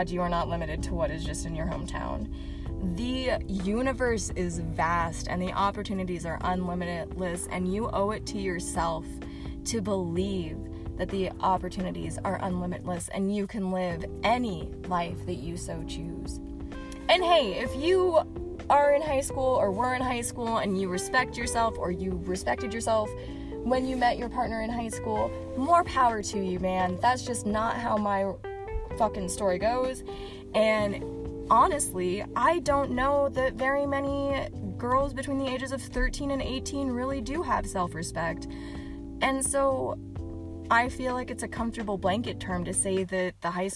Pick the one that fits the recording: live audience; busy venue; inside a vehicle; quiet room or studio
inside a vehicle